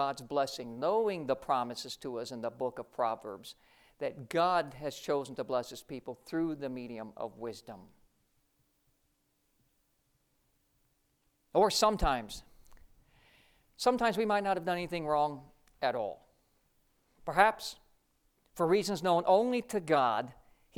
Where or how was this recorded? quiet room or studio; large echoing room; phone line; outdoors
large echoing room